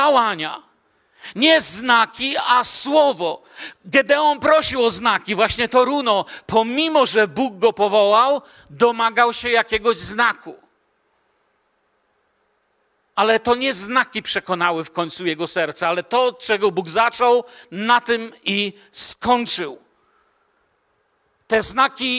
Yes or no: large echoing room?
yes